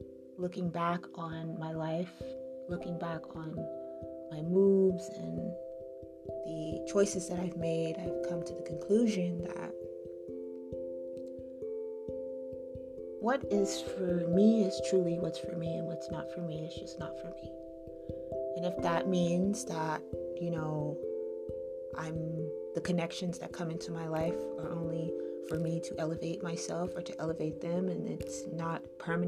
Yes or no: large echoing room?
no